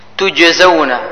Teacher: في حرف الجيم قلقلة مرتبتها صغرى